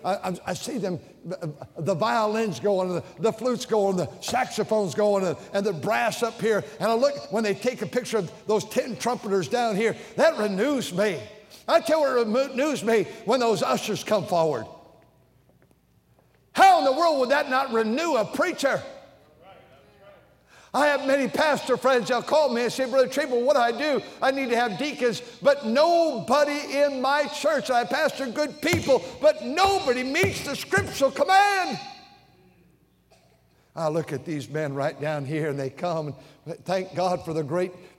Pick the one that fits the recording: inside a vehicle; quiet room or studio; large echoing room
large echoing room